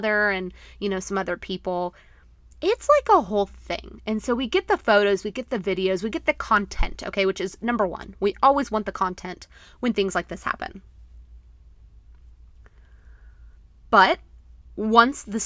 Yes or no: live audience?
no